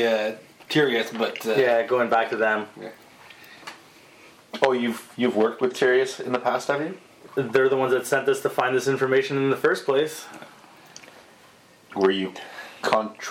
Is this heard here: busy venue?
no